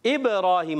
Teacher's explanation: با میں قلقلہ ہوگا، آواز لوٹ کر آئے گی